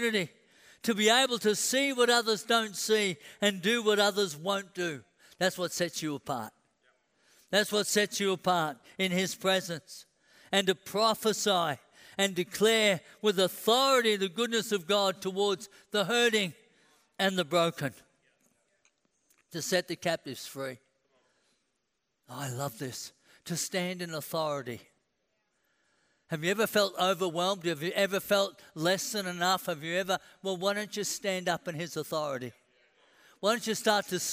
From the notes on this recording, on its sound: A message recorded at the Anointing Service at Vision Sunday